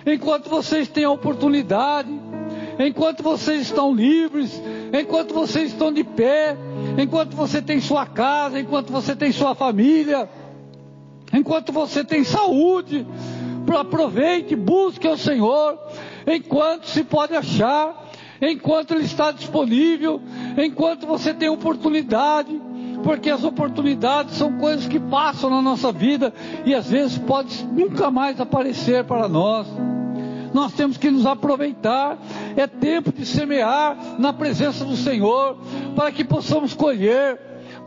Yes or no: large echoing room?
yes